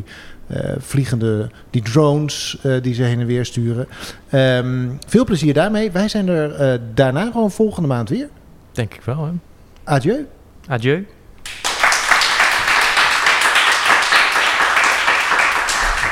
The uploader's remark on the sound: Hadden we de kans om een podcast Live met publiek op te nemen. Een aflevering over M4H in M4H tijdens festival MOMO Fabrique en tijdens de Wereldhavendagen.